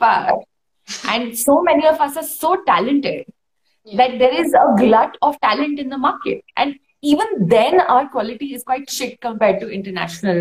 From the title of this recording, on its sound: on Instagram Live